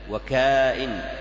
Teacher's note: وقرئ كذلك بالمد وكائن مع تخفيف الهمزة